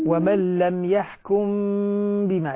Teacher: الميم مع الباء اخفاء شفوي، مهم جدا اعطيها غنه